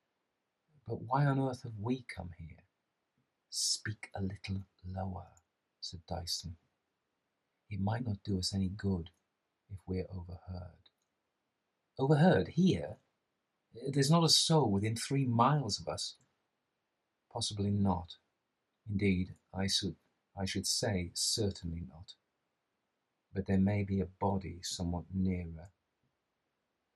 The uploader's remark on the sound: This is the audio extracted from the edited version of my live reading. All the audio is there (some of the live cut out) and it is as polished as well as I can do. There are two microphones in this: the streamed version which is compressed and a little fuzzy and the camera microphone which is tinny.